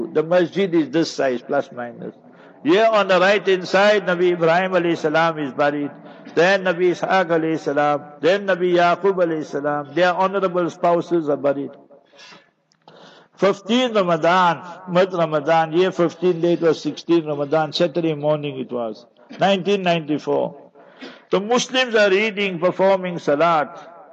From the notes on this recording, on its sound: Jumah Lecture at Avonadalle Musallah